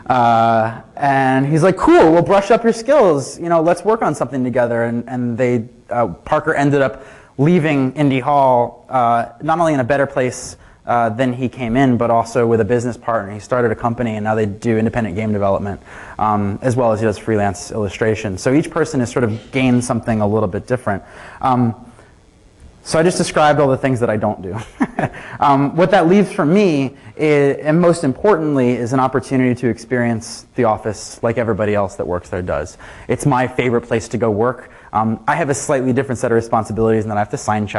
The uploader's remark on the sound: Keynote from "Queen City Merge" conference (full recording, unedited). At the closing keynote from this 2012 conference for the creative community in Cincinnati, Ohio.